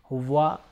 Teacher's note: वाव जो है वो है दोनों होंठों की गोलाई से अदा किया जाता है, वा मुंह को थोड़ा सा गोल करके उसको अदा किया जाता है।